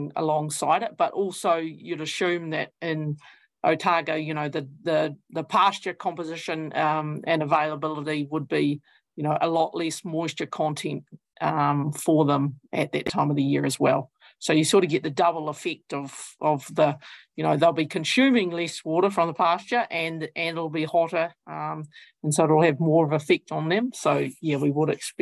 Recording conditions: video call